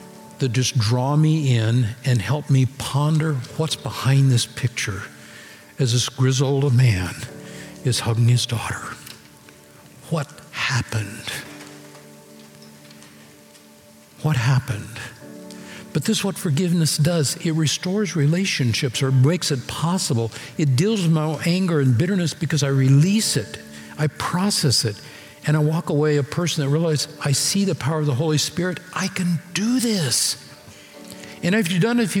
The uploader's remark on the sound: Recorded Live at Capital Church in Meridian, Idaho